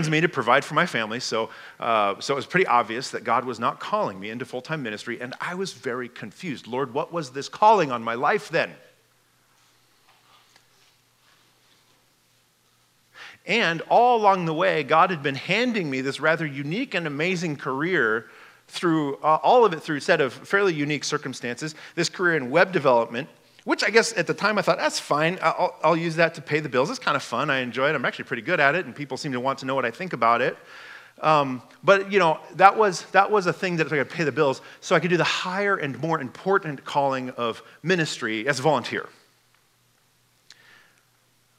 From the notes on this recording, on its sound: This message was given at Fall Conference 2022.